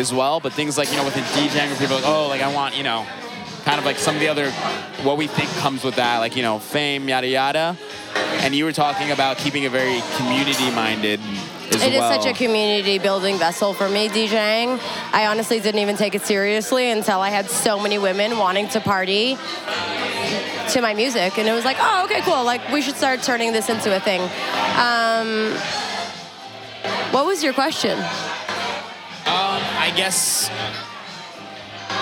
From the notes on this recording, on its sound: Kinfolk 90 in Brooklyn, NY. Basslines & Banter is a visual podcast that is recorded live at the party which shares the same name.